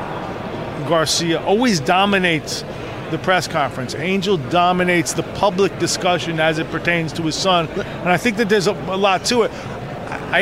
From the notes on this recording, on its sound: we are live at the …-… weigh in!